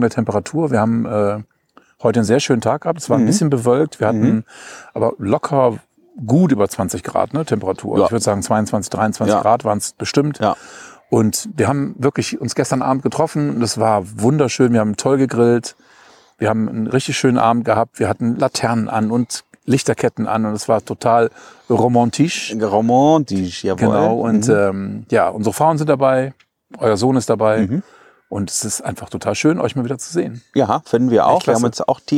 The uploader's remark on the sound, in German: Wir haben uns in Bad Kötzting am Weißen Regen getroffen. Der Ton hört sich auch etwas anders an, wir haben uns nämlich direkt an den Fluss gesetzt und mit unserem mobilen Equipment aufgenommen - hört ihr die Grillen im Hintergrund?